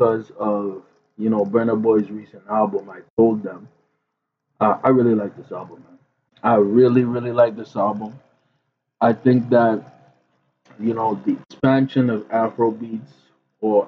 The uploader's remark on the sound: Apologies for the trash audio, we had a mic issue.